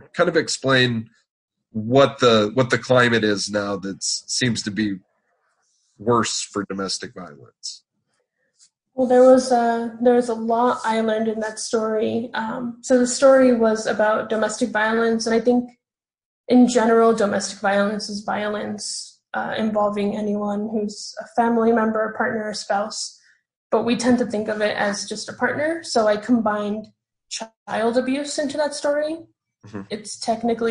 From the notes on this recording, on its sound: Sitting down over Zoom.